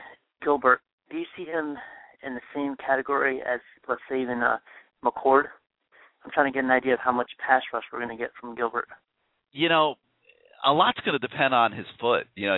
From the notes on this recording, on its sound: Call in show with CaneSport subscribers, live guests and Canes fans throughout the world.